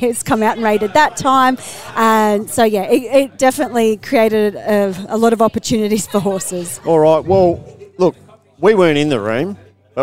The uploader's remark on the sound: We're bringing you this episode of The Sprint Lane live from the barrier draw of the Miracle Mile at the Club Menangle Country Club.